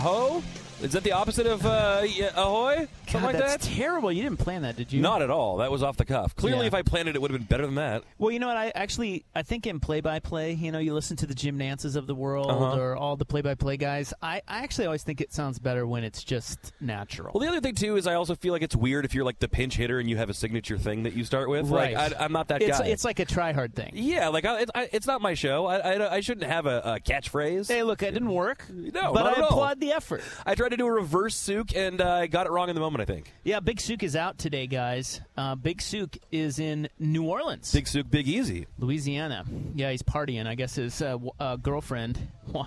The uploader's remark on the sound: live from The Oregon International Auto Show!